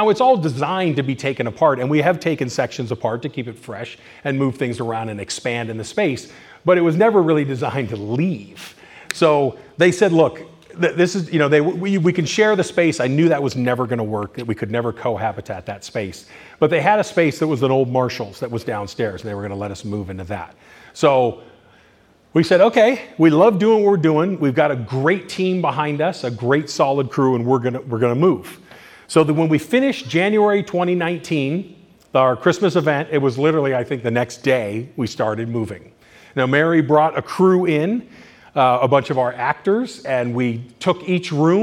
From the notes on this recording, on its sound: In this presentation recorded during Midsummer Scream